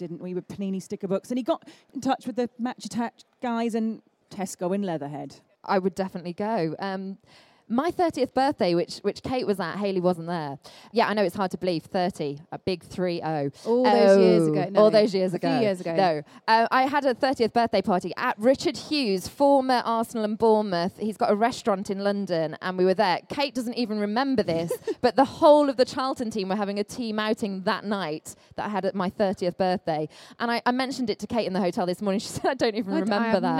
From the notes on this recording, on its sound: It's another Offside Rule first as we recorded the podcast LIVE from Soccerex!